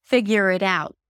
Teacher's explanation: The T at the end is just a held T or a very light T, so you don't have to overly pronounce it.